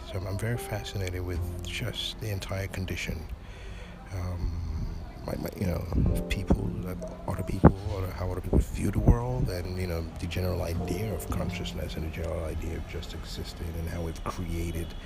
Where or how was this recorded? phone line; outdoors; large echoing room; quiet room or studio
outdoors